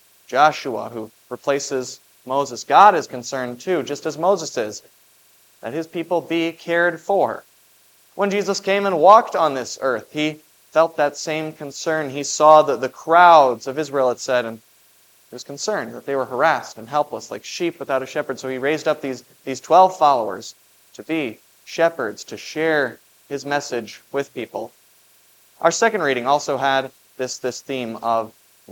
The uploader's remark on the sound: preached at Grace of God Lutheran on June 18, 2023.